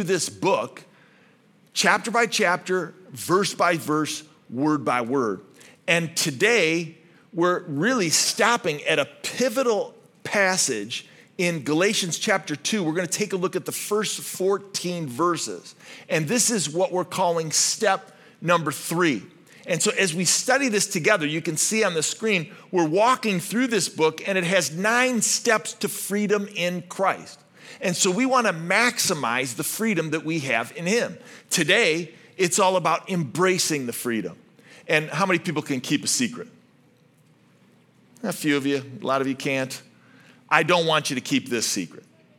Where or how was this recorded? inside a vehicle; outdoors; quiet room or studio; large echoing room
large echoing room